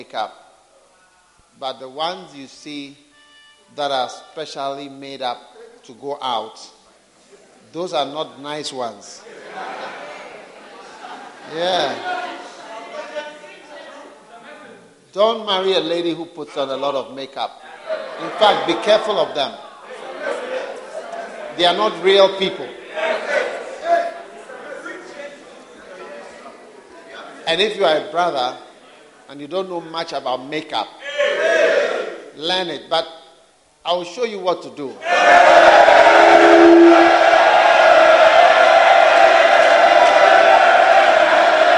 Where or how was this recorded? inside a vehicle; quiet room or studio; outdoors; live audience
live audience